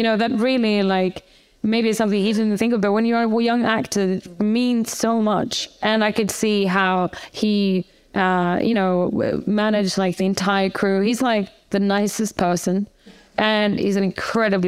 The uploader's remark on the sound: LIVE. In front of an audience in the Campari Lounge at the Cannes Film Festival.